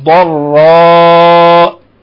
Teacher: خذي بالك من الضاد أظهر الاستطالة فيها